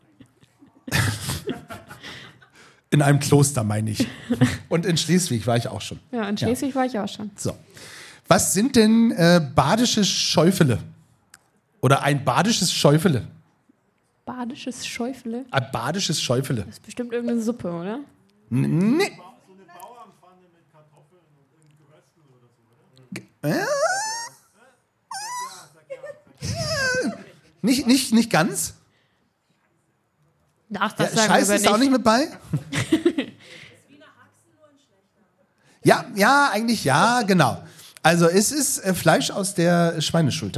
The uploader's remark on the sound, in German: In dieser Liveaufnahme beim Podfluencer Festival in Neu Ulm. PS: Diese Aufnahme wurde mit Equipment der Fa. Rode in der Werkstatt für Kommunikation in Neu-Ulm aufgenommen.